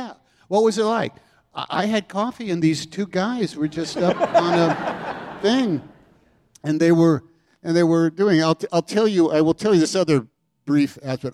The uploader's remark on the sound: onstage at Symphony Space as part of The New Yorker Live